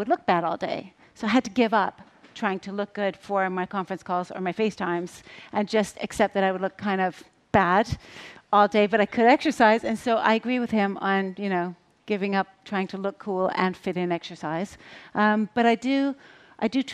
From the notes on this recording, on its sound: on stage at #BoFVOICES 2017